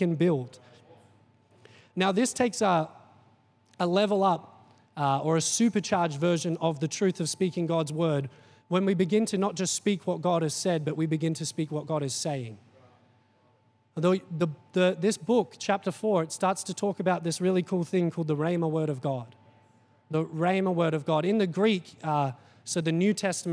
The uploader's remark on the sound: Recorded during our 5pm service on Sunday.